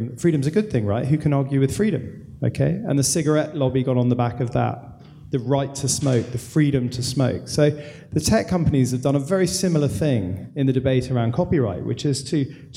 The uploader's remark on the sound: This panel was recorded at AIR’s Indie-Con in Australia.